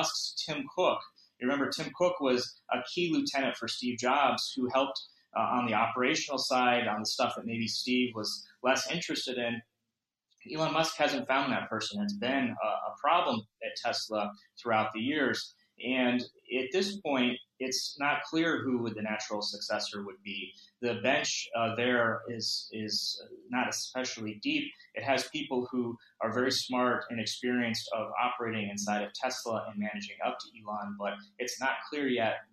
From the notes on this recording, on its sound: This program was recorded via video conference on August 4th, 2021 by the Commonwealth Club of California.